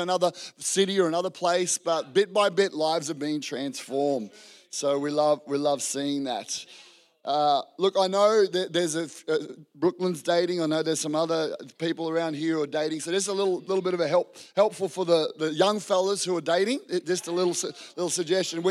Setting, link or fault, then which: setting, large echoing room